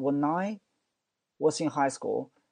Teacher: When 和 I 连在一起，WhenI，因为前面是一个辅音，后面是一个元音，我们就会连在一起啊。所以你记住这个 When 和 I，这个 N 和 I 连在一起变成 nine。When I was in highschool，I had akid。Had 和 a 也是 had